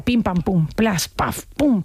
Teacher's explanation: Mira, esto que decíamos antes de la explosión de aire que pasa en inglés, ese sonido de explosión, ese cierre de los labios, cerrar los labios y soltar el aire de golpe. Entonces, ese pequeño estallido hace muy útil a la P para imitar sonidos breves, golpes, choques, pequeños estallidos.